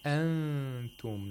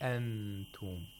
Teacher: We should hear the approximation of the letter ta while the nasalization is made for two counts. · Shown in: first take · Term: ikhfa